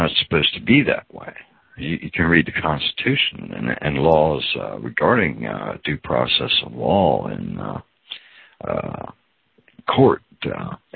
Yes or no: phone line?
yes